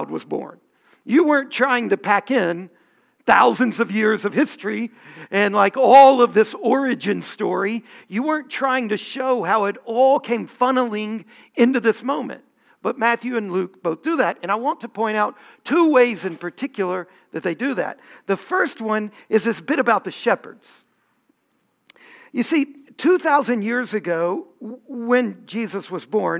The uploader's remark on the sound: Homily from our Festival of Lessons and Carols